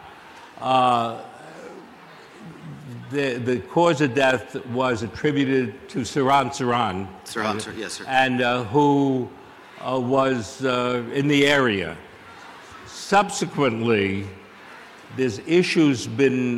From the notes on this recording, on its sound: Answers Audience Questions From CrimeCon. Answered audience questions during his live conversation. At this year's CrimeCon in Florida.